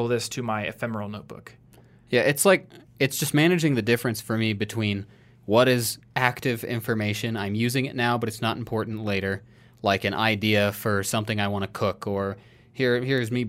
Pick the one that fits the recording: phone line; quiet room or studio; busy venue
quiet room or studio